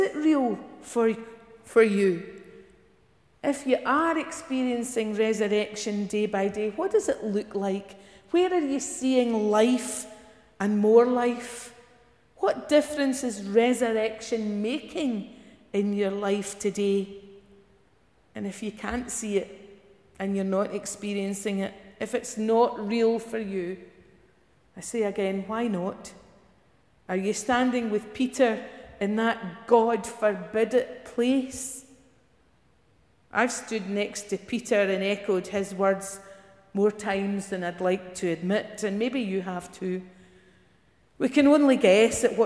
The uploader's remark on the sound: Morning worship recorded at Giffnock South Parish Church